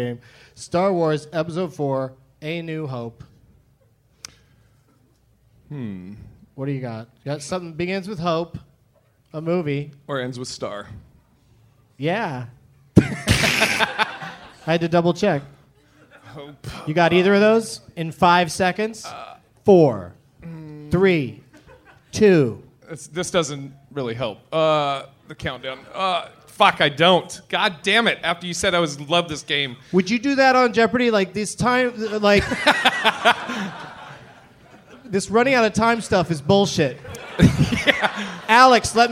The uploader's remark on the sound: Live from Portland, Oregon